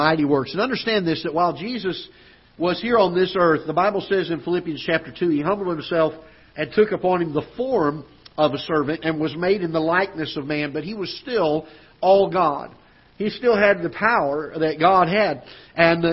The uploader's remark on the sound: Ketha Heights Baptist Church ~ Live Broadcast